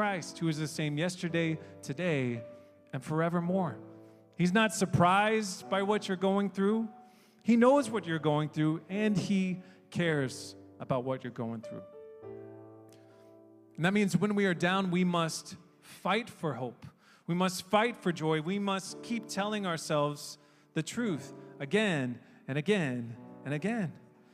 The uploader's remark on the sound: We are an international, English-speaking Christian church made up of people from all around the world. Sermons preached during our church service.